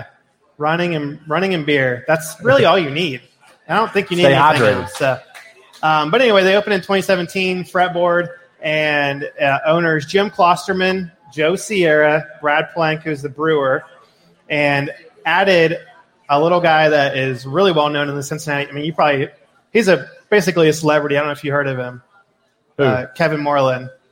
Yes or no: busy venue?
yes